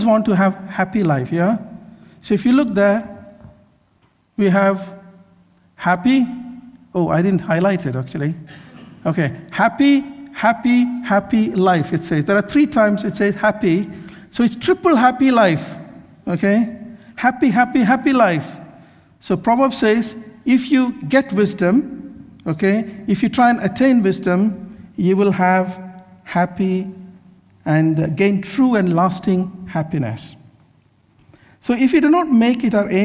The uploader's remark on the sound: This sermon was recorded on Sunday 30th July 2023 at our Great Denham venue.